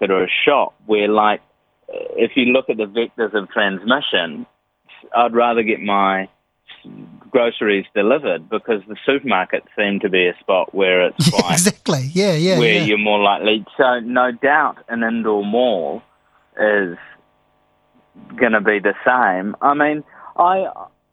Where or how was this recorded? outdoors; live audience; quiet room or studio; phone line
phone line